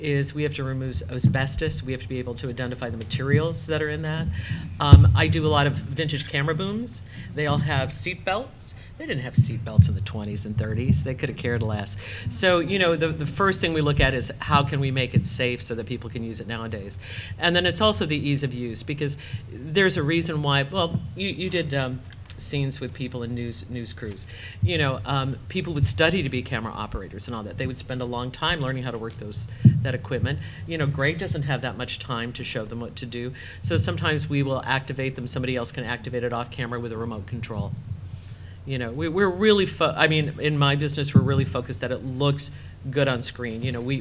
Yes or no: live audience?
yes